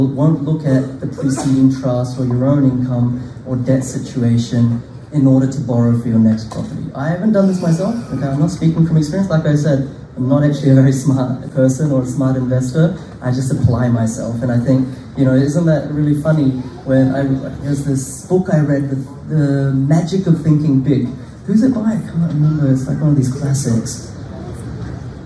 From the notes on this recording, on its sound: a live in-person Property Meet Up at the Castle Hill RSL Club, Sydney